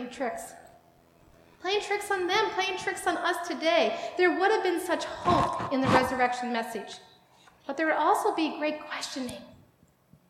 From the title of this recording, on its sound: Live worship service